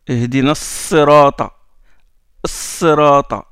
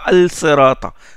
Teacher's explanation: Sirata, on ne dit pas Al Sirata. Le Lam entre dans le Sad. · Shown in: first take